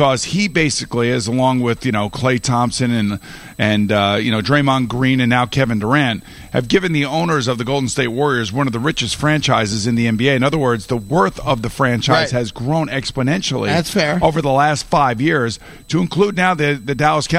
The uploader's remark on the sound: Live from the Mohegan Sun golf course. Open up their show live from the Mohegan Sun in Baltic CT.